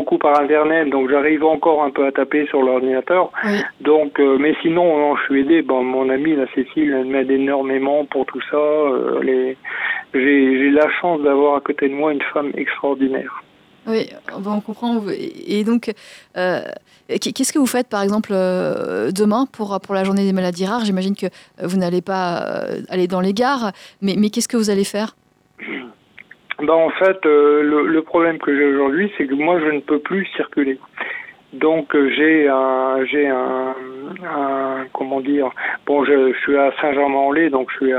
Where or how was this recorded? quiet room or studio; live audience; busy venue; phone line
phone line